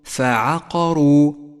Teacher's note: الفاء والعين حرفان مرققان، والقاف مفخمة والراء مفخمة والواو مرققة